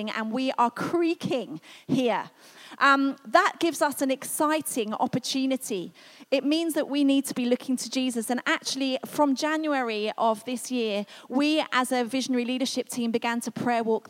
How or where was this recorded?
large echoing room